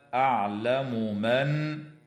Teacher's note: وتظهر الميم عند الميم في قول الله تعالى: أعلم من، من قبيل المتماثلين الكبير.